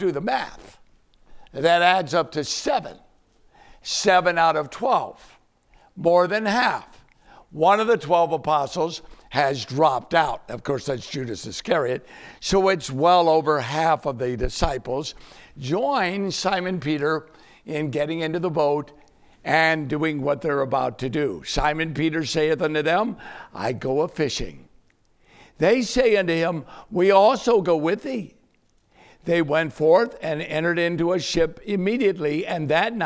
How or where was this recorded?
large echoing room